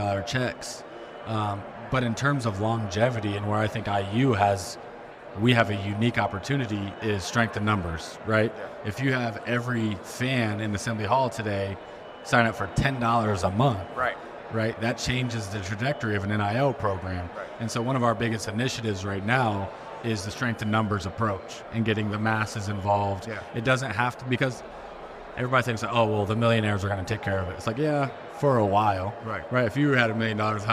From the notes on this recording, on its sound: Live from Assembly Hall. Record live from Bloomington, Indiana, at the Assembly Hall on game day against Kansas.